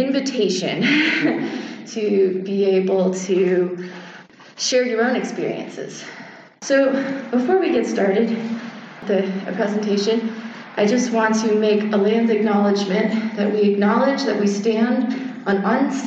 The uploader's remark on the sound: Share a recording from a presentation on Furry and the Occult at Biggest Little Fur Con, in Reno Nevada this past October. We have included audio from the discussion part.